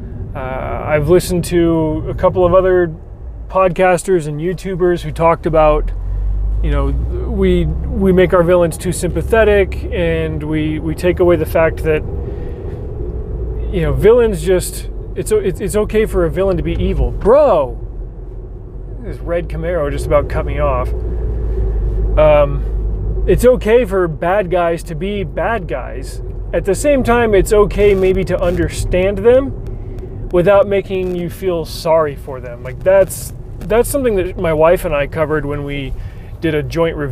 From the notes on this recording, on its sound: New mic. I can finally start recording in my dingdang car again.